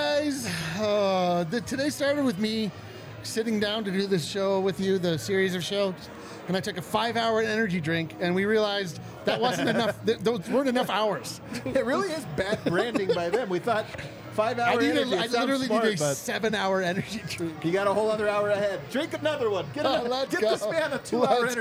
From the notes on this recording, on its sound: come to you LIVE from the DNVR bar